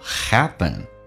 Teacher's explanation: 美式发音当中 p 发成 b 这个发音，两个元音中间所加的辅音要被浊化，叫 happen。